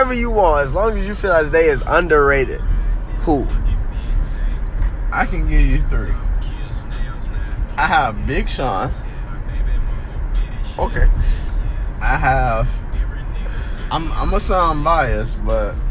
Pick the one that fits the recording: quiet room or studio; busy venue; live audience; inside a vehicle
inside a vehicle